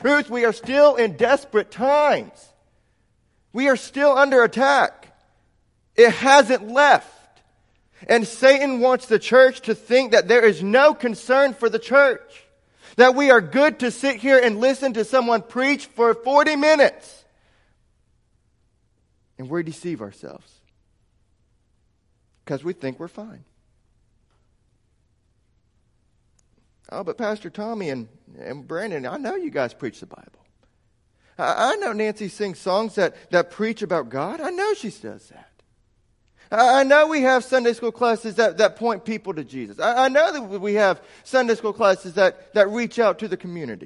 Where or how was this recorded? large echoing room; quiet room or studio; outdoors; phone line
large echoing room